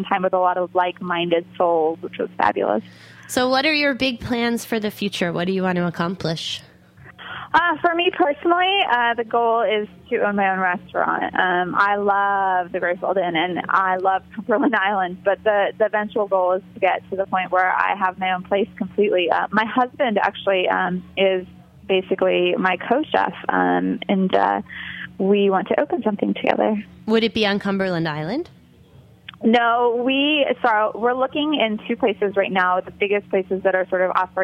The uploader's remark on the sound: joined via phone